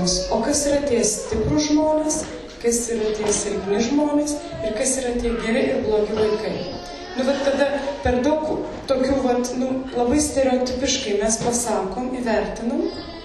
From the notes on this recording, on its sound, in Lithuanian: Įrašas iš šeimų festivalio.